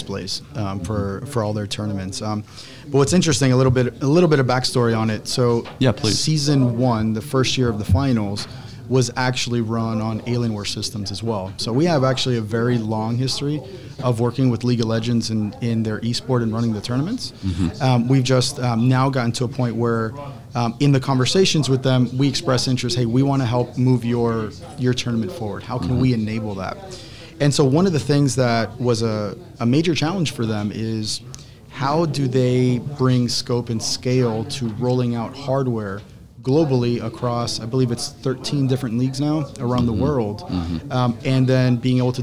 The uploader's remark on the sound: This week’s episode was recorded live at CES 2020.